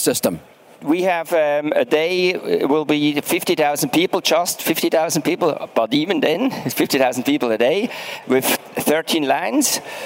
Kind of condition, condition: setting, busy venue